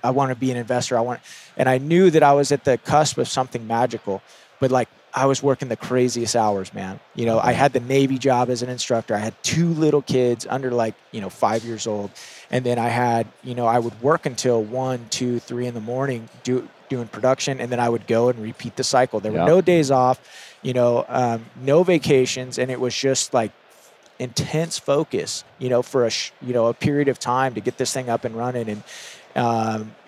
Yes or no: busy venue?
yes